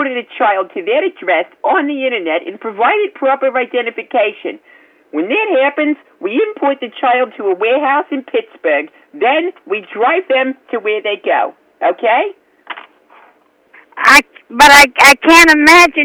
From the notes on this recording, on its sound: Prank Phone Calls